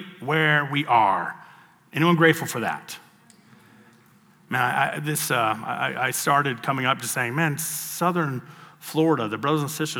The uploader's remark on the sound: Session 1 of the 2023 South Florida Young Adults Conference.